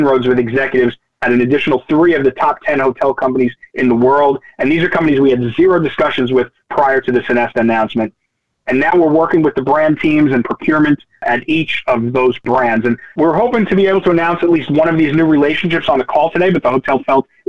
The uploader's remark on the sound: Nightfood June 2023 Conference Call. Answer investor questions.